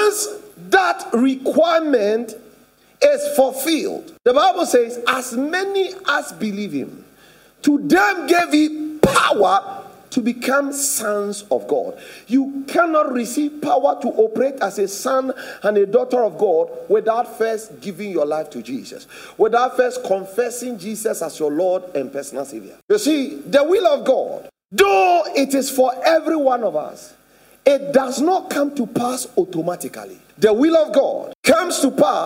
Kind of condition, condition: setting, large echoing room